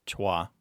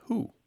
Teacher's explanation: But when we have that W sound, the wah, wah, wah, and it's followed by certain vowel sounds, sometimes that W sound collapses into the vowel · Shown in: second take · It's just a mechanical thing that's easier for mouths to do, even for careful, educated speakers.